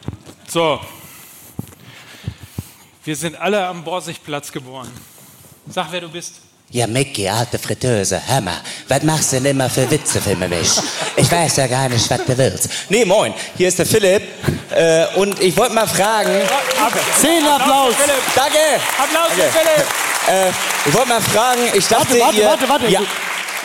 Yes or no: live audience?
yes